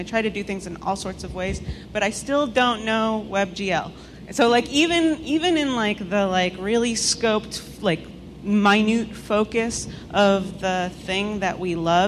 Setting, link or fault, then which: setting, live audience